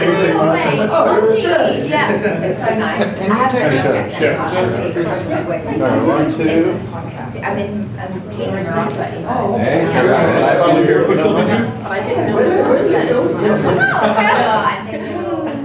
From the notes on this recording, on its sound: NOS4A2 SXSW 2019 Press Conference.